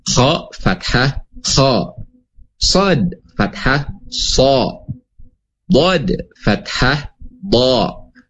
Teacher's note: Jadi itu ya, 7 huruf ya yang memiliki sifat istiqla, artinya pangkal lidah terangkat ke langit-langit atas ya, disertai naiknya suara gitu ya, ataupun disebut huruf-huruf tebal ya, huruf-huruf tebal.